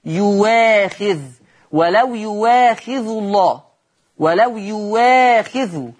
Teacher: ورش يبدل الهمزة ديت واو · Term: واو مفتوحة